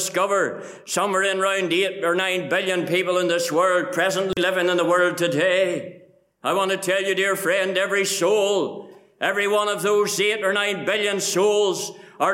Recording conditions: large echoing room